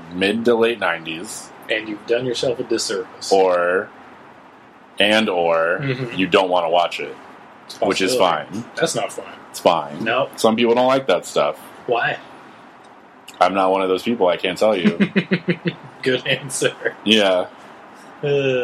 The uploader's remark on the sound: forget to plug in the sound mixer